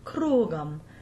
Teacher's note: We have to be sure that the U is very long and then come off it